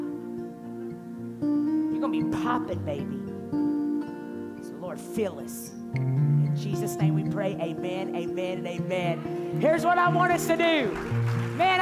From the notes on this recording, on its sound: night one of our Bold Conference